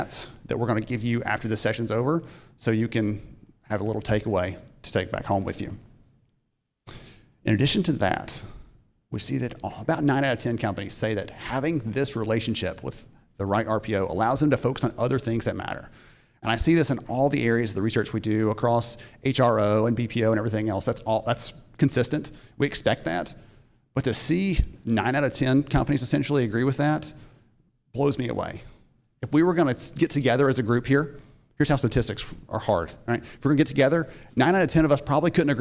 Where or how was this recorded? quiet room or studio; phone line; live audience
live audience